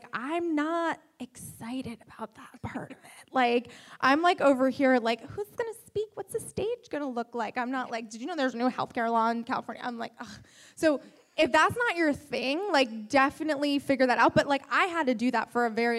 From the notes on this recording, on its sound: Live from the The Fearless Conference. Live from the The Fearless Conference.